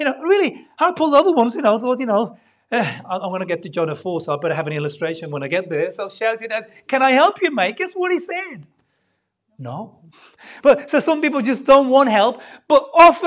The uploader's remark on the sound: Sunday Service Live Stream